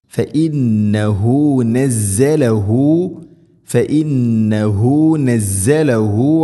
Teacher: ഫഇന്നഹു നൂന് ശദ്ദ് ഗുന്ന ചെയ്യണം